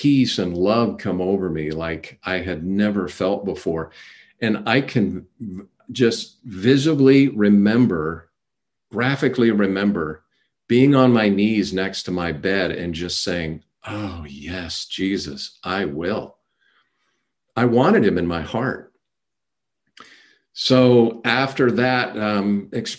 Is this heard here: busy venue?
no